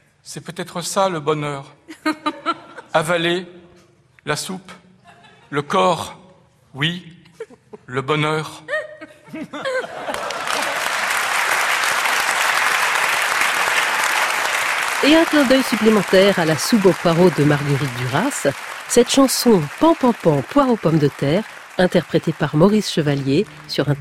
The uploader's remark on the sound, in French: Émission enregistrée en public à Beaubourg.